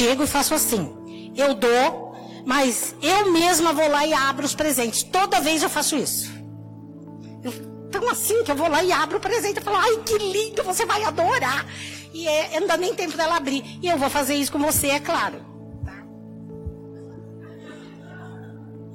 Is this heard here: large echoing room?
yes